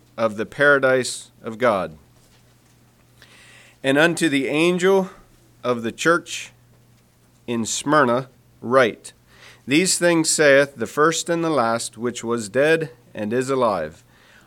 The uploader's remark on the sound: Message preached at Word Of Hope Sunday Aug 27, 2023